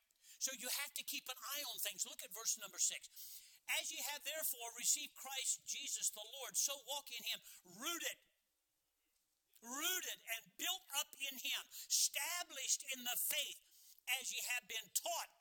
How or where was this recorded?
large echoing room